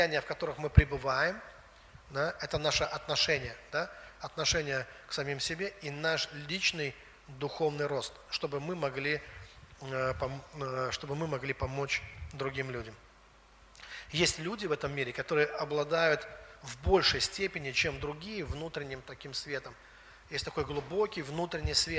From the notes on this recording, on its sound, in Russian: Запись со служения церкви Дом Божий г. Великие Луки.